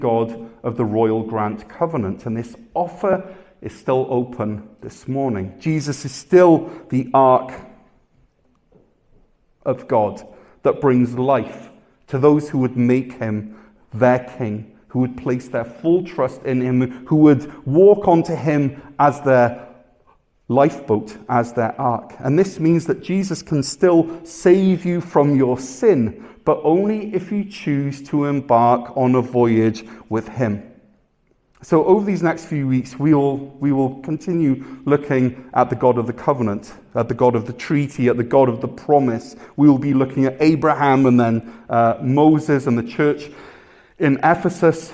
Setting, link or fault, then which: setting, large echoing room